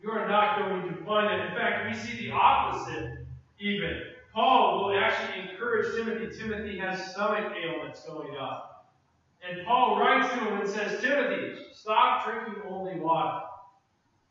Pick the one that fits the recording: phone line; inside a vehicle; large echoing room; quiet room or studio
large echoing room